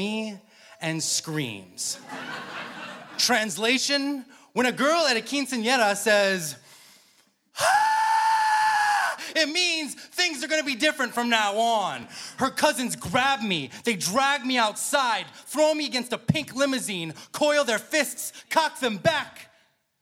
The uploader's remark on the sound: Snap LIVE!